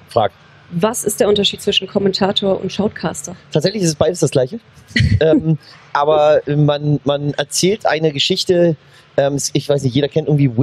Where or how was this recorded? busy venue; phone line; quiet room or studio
busy venue